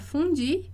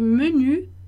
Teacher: é um som que fica entre o i e o u. · Shown in: second take · Então, ele vai ser o u.